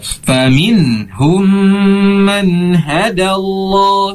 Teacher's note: Min di sini tidak didengungkan seperti ikhwa dan idgham, akan tetapi idhar, ya, bersifat jelas nunnya. Faminhum man hadallah, sama man karena bertemu dengan huruf ha atau huruf halqi, ya.